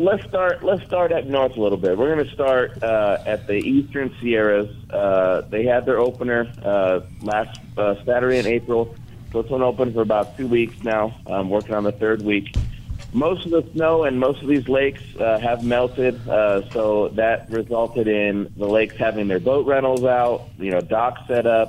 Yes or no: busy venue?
yes